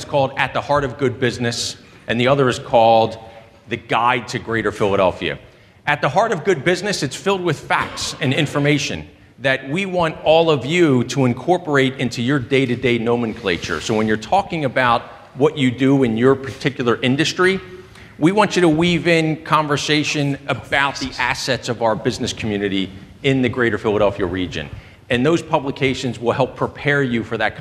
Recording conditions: live audience